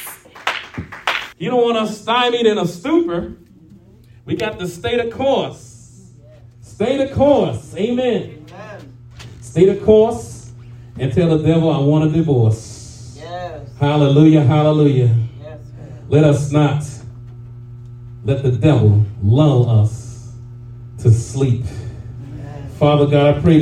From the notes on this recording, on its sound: shared this prophetic message live at RACC